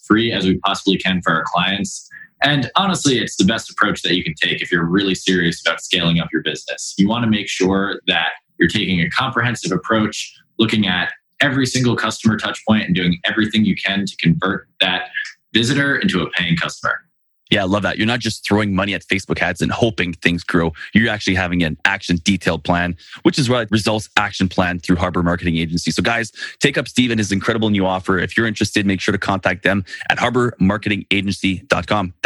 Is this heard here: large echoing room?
no